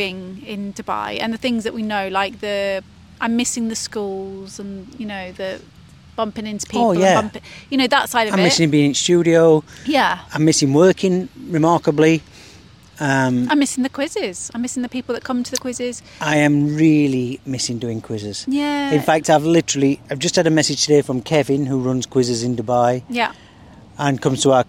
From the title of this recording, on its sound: Live from Hyde Park